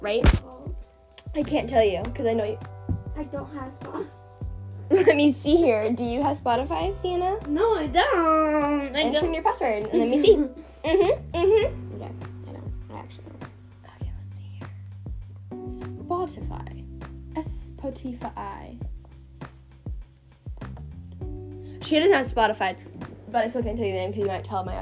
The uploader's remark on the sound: At my friends house. This episode is filled with giggles, noise. Segments i mean to delete but didn’t!!